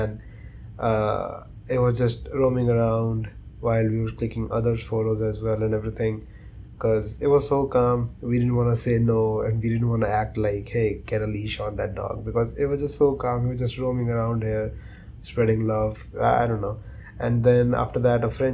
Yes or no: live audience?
no